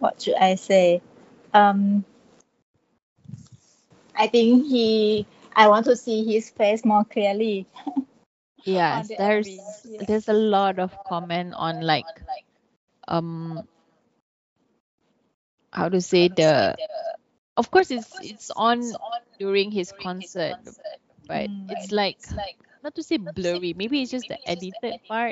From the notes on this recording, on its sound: This podcast suffered from technical issues therefore it is very echo-y